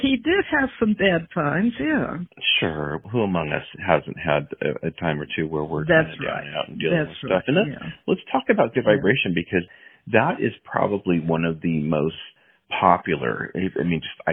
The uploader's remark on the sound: spent two hours on the phone together